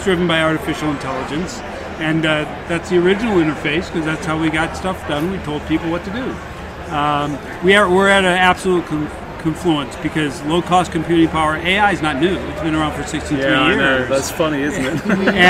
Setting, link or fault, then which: setting, busy venue